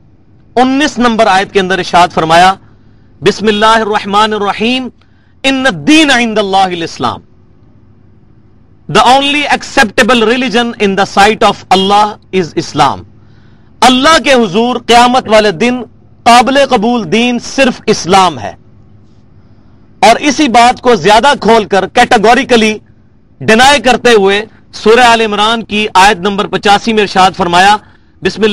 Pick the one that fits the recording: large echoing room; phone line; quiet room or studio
large echoing room